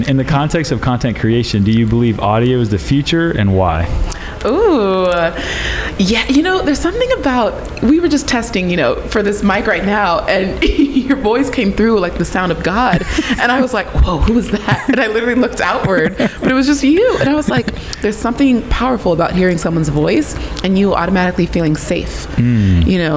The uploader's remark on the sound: at the Craft + Commerce Conference in Boise, ID